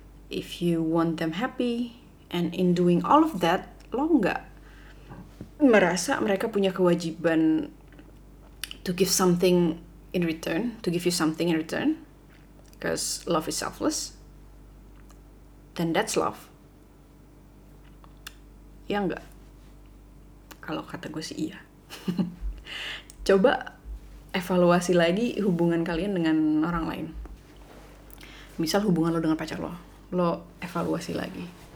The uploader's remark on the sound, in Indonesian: Ini tuh udah direkam dari kemarin tapi audionya gak enak bgt dan banyak noise dan suara kipas AC dan ngomongnya belibet.